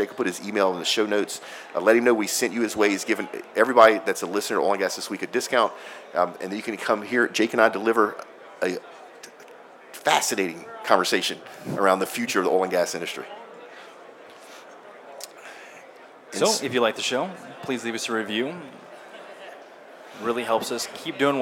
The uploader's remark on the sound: We are Live from the Redwing Boots Booth at the 2017 Offshore Technology Conference here in Houston, TX.